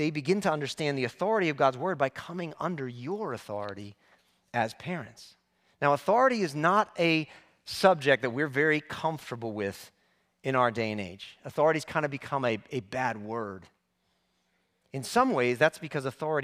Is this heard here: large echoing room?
yes